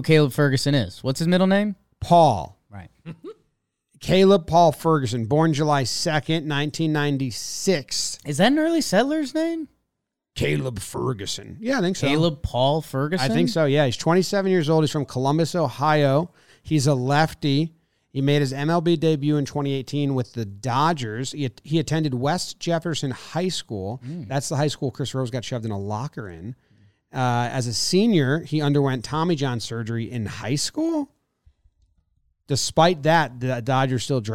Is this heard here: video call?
no